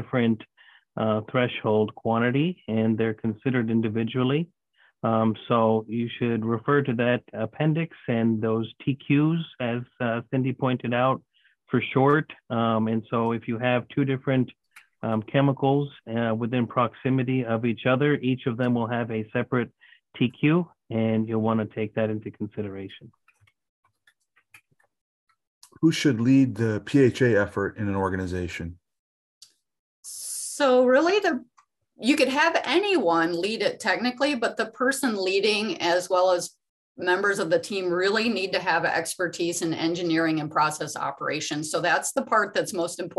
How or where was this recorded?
video call